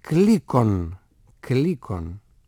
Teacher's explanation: Και το ένα ουρανικό το κ και το άλλο ουρανικό το γ. Και τα ονομάζουμε έτσι διότι σχηματίζονται στην περιοχή του ουρανίσκου · Term: ουρανικά